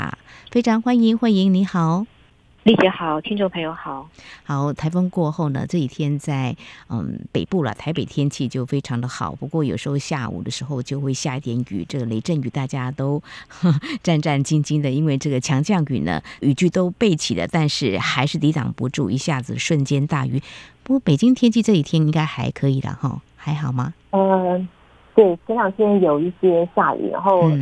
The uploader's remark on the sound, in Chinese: 連線訪問中央社駐北京記者